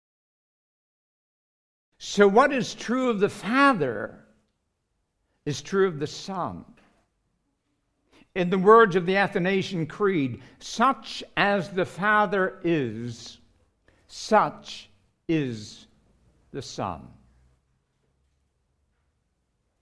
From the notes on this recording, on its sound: recorded live at Grace Community Bible Church